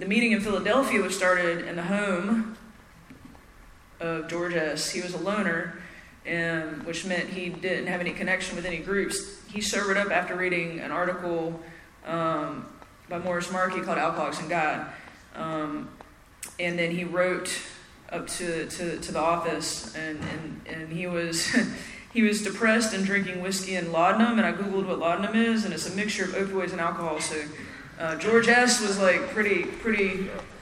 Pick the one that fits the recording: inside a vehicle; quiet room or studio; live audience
live audience